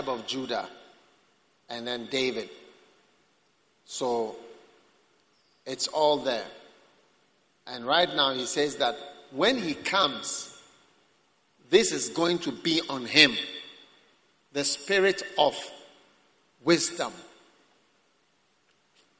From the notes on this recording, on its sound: Preached at the Prophetic Encounter Service.